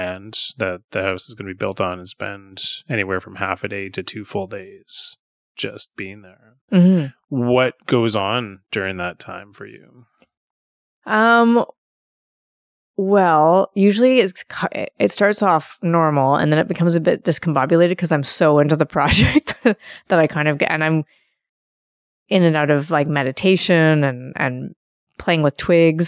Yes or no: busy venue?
no